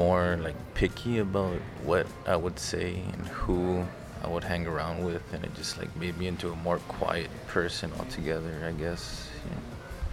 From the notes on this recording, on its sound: First off, apologies for the wind in some sections. We went on campus to get your stories about getting bullied.